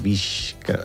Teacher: No, sí que és veritat que com la K, ja que parlem tècnicament, sí, és velar, és a dir, es pronuncia allà darrere en la llengua, sí, arrossega la S cap darrere un poquet. I aleshores la fa com un poquet palatal